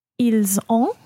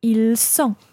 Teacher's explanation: So it's the difference between a z, a voiced z sound, and an unvoiced s sound.